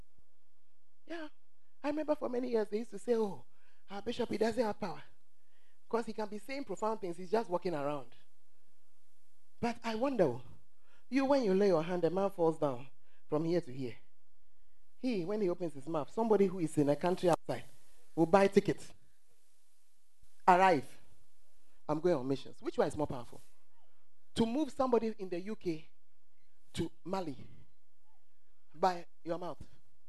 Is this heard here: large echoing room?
yes